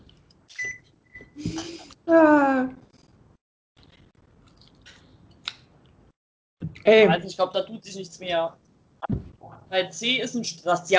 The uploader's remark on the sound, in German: Daher skypen meine Schwester und ich, nehmen das Ganze auf.